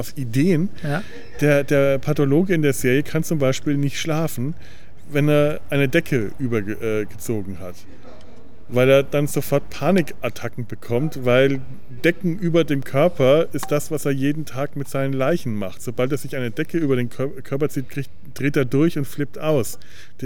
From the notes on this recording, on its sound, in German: Uns zumindest draußen im Freien persönlich zu treffen, so richtig mit Nebengeräuschen und allem. Kommentieren das (akustische) Leben im Hinterhof.